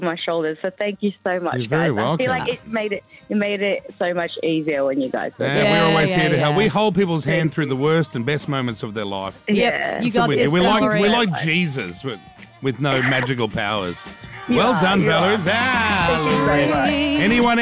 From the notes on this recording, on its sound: help her do it over the phone